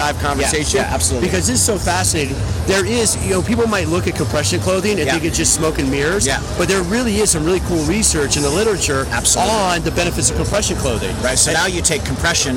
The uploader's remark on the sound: IDEA World Fitness Convention 2019 - LIVE From Trade Show Floor.